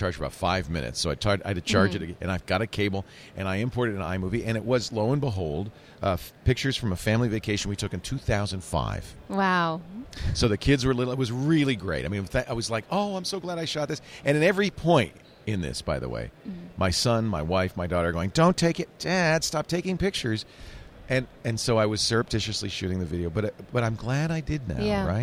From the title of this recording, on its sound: Live From NAB